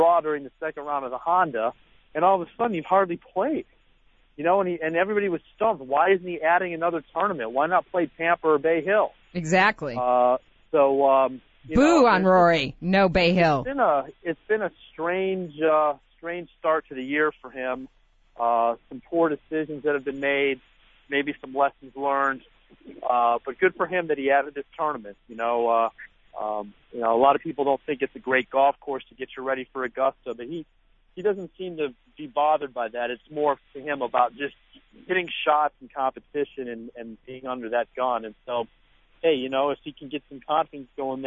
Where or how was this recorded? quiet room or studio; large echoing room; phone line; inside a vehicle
phone line